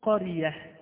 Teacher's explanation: إذا وقفت على كلمة قرية أقول قرية بالهاء، مع أنها انتهت بتنوين منصوب